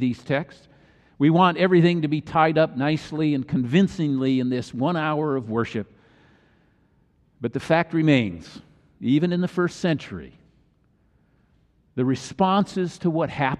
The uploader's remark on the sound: Easter message delivered during the Tradtional Worship service.